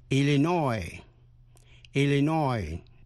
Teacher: Nhấn mạnh vần cuối.